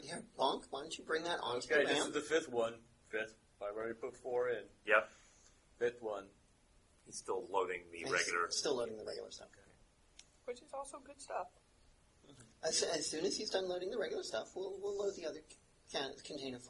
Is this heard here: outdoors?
no